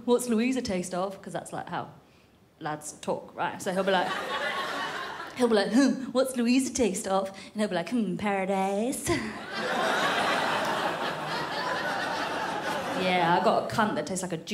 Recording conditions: live audience